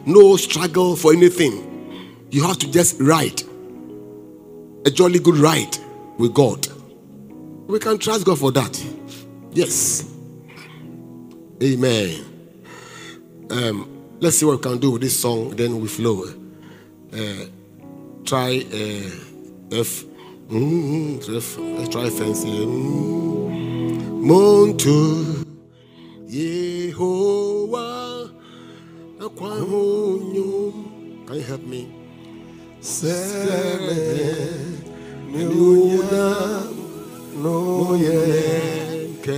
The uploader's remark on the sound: Preached at LCC Goshen